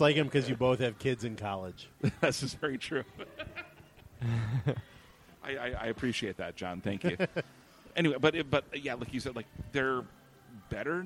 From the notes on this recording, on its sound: Celebrate the decade checkpoint with a live show at Surly.